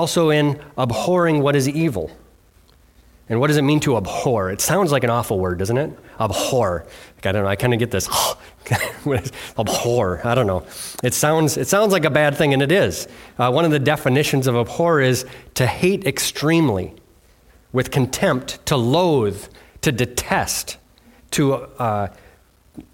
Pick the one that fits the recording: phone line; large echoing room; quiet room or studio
large echoing room